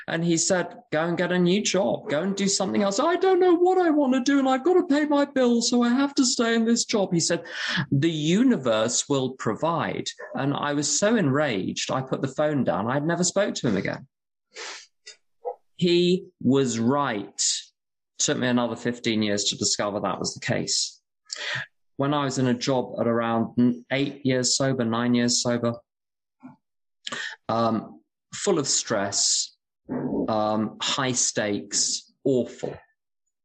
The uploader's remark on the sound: Speaking in Berlin at the Friendly Circle Group. This event is live and on Zoom.